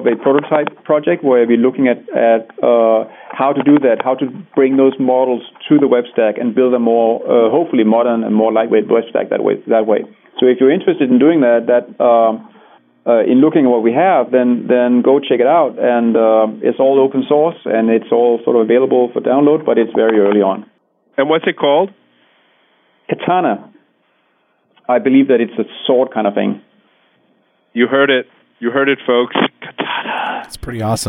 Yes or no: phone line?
yes